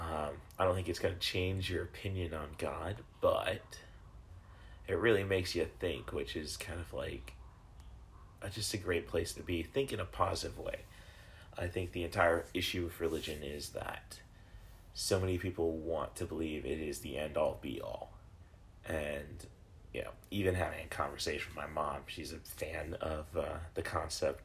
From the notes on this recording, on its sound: recorded using the "Spotify for Podcasters" app